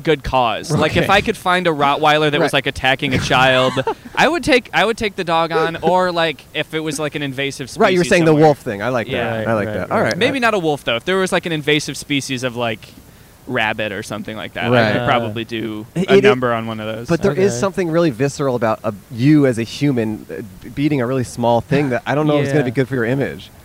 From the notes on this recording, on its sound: Our very first GUEST IN A CAR. Recorded on 9/16/21 in front of the Sofitel Hotel in Chicago!